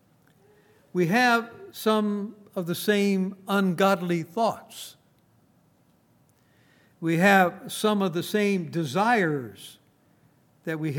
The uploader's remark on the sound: Recorded on September 1, 2019, at Grace Bible Fellowship in Front Royal, VA.